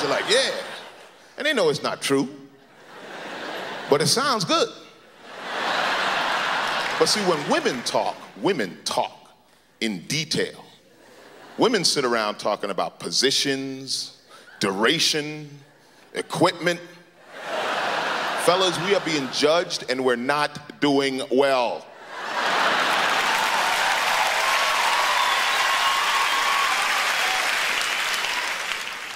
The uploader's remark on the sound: Stand Up - 1999. Brings his cynical musings to the 1999 Just for Laughs Festival in Montreal.